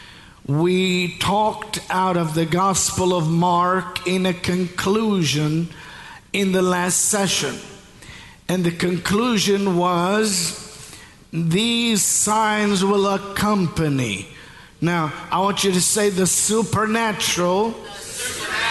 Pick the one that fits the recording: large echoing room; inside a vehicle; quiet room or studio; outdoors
large echoing room